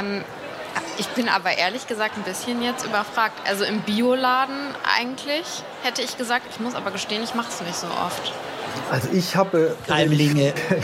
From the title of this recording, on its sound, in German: LIVE von der GRÜNEN WOCHE